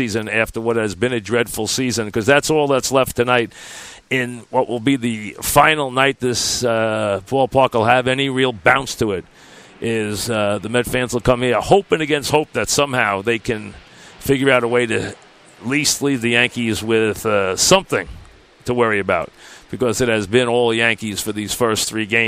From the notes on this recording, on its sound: Live from Citi Field once again as we wrap up the 2017 Subway Series.